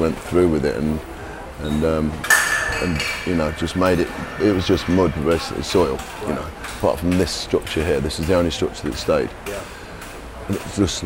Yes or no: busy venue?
yes